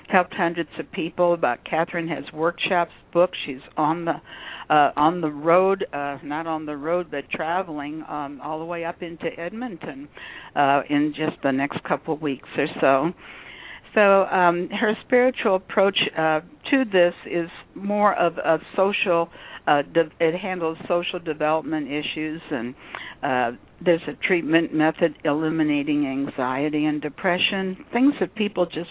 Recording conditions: phone line